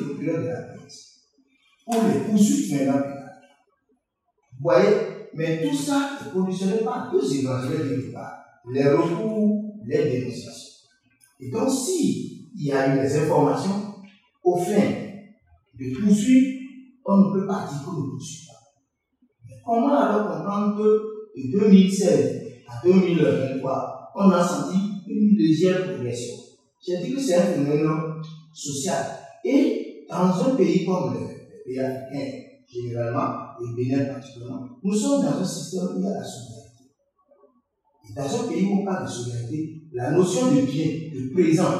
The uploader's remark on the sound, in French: Oxo Fest 2023 - Enregistrement Public BIP Radio. Revivez l'enregistrement en direct de l'émission radio Le Débat de BIP Radio.